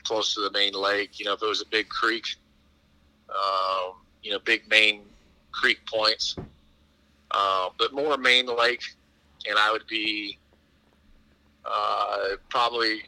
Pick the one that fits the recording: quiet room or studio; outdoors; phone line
phone line